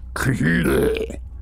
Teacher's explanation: With the first syllable pronounced gutturally and very thickly, the U is like that in full, and the first syllable is not unlike Kalul in the sound, hence the H represents the guttural thickness.